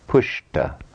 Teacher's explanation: A final sh causes the suffix ta to change to cerebral ta.